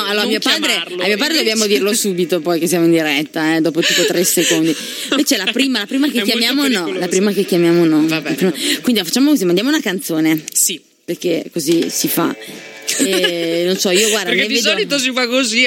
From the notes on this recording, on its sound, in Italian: Abbiamo contattato al telefono pensando di parlare privatamente con noi, e solo dopo hanno scoperto di essere in diretta!